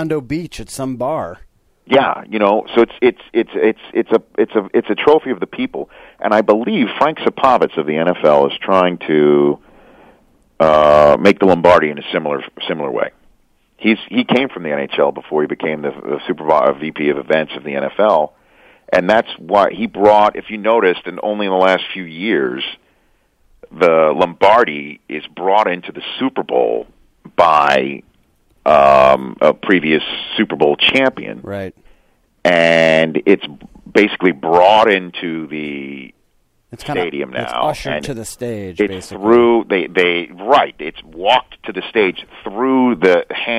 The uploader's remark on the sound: The guys then phone up